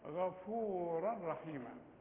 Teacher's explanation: الراء التنوين اللي بعد راء ادغام كامل لكن بدون غنة